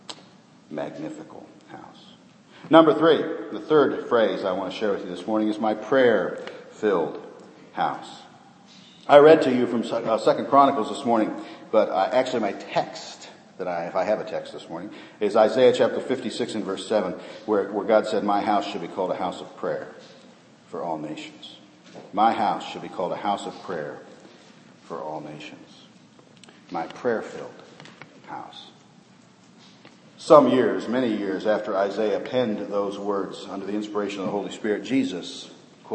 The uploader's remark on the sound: This sermon was preached in the first service held in our remodeled auditorium